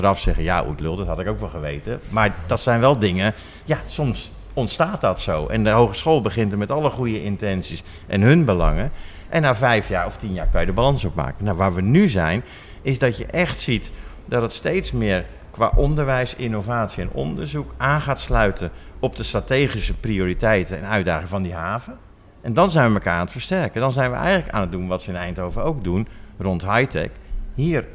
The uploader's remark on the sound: Hadden we de kans om een podcast Live met publiek op te nemen. Een aflevering over M4H in M4H tijdens festival MOMO Fabrique en tijdens de Wereldhavendagen.